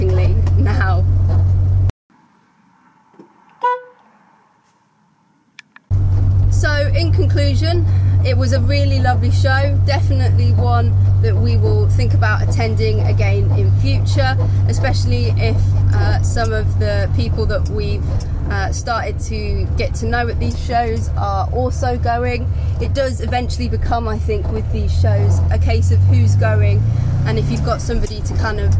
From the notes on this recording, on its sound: Taking my Morris Minor to the BMC and Leyland show at the British Motor Museum. All recorded from my 1968 Morris Minor. My first visit to the British Motor Muesum in Gaydon, for the BMC and Leyland day.